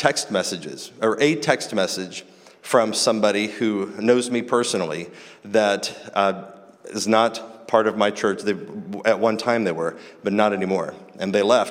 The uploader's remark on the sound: Live Conversation. This episode was recorded like at the 2023 King's Domain Conference, "Clear Speech for a Confused Age."